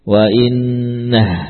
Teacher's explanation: Kalau bacaan antum mausul, antum membaca dengan wasal. Kalau berhenti, tidak ada mad silah.